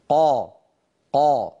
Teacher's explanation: نعم الحرف مستعل ولكنه ليس مطبقا، مستعل ولكنه منفتح، قا قا، ليس هناك انحصار للصوت.